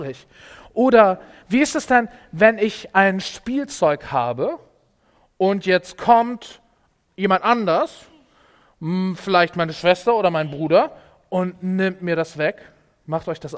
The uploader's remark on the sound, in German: Predigt im Rahmen des GreifBar+ Gottesdienstes